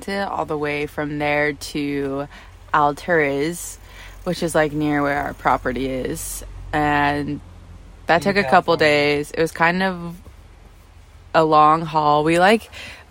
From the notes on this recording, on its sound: recording from the beach